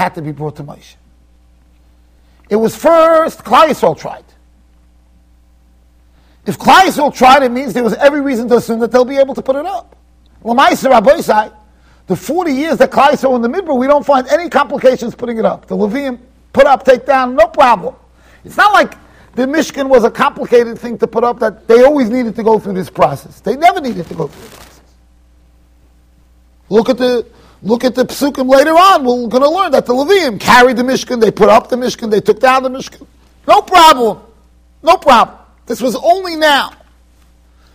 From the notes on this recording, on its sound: Shiur recorded in Yeshivas Ohr Reuven, Monsey NY.